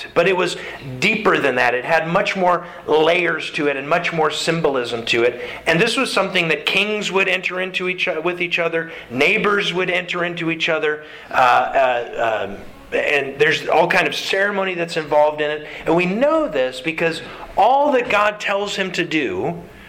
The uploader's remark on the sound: Sermon delivered to the Galena Bible Church